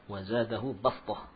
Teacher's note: hafiz membaca dengan sin, ya, mengganti sad dengan sin. Sehingga di atas tanda di atas huruf sad ada simbol, ya, isyarat huruf sin.